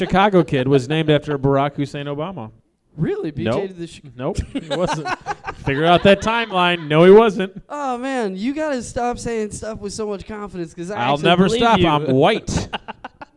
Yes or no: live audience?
yes